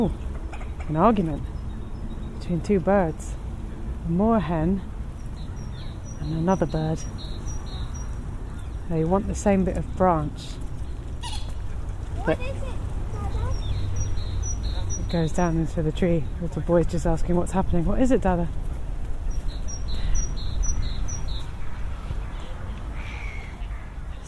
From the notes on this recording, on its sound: More From Tooting Bec Common. This podcast is recorded in 3D sound! Out and about as she captures those small, magical moments of everyday life, in sound. Thanks to 3D recordings, you’ll hear everything she does as if you were right there with her.